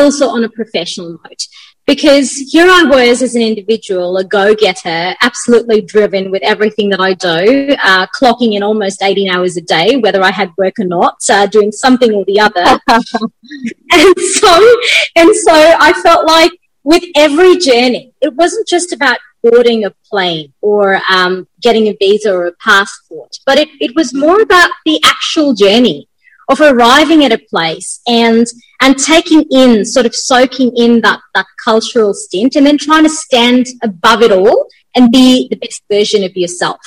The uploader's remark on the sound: Virtually Recorded